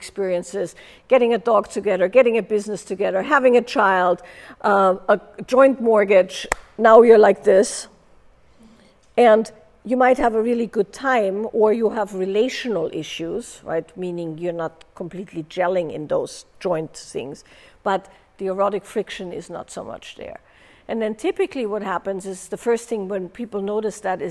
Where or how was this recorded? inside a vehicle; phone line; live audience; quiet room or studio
live audience